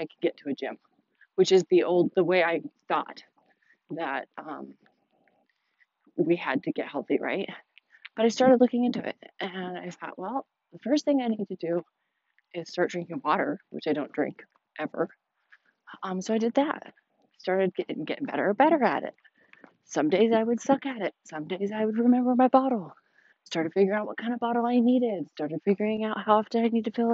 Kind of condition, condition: setting, outdoors